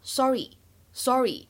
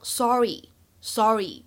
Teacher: 在美式发音当中，它的这个元音呢会更加偏向于长元音的哦 · Shown in: second take · IPA: [ˈsɔːri]